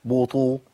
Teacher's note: عندي ضمتين ورا بعض، يبقى في ثقل شويه، لابد من بيان الايه؟ الضمتين